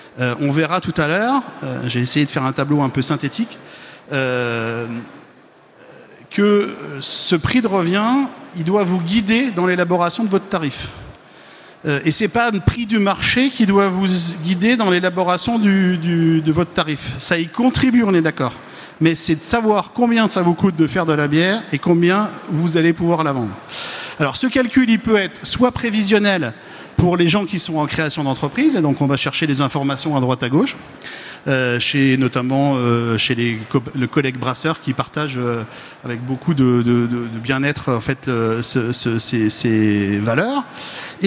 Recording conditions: busy venue